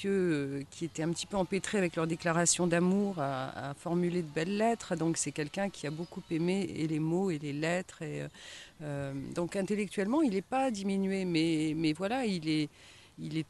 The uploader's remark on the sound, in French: Cet entretien a été enregistré dans le parc de l’Hôtel Avallon Vauban, à Avallon, mercredi 31 mai 2023.